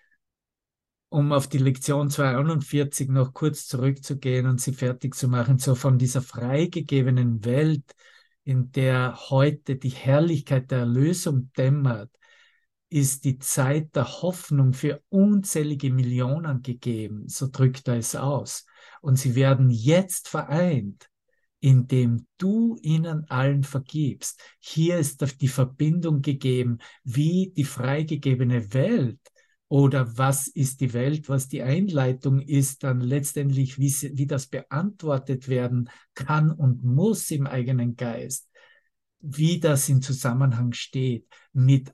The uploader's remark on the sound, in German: Zoom-Session. Veranstaltet von der Aleph Akademie.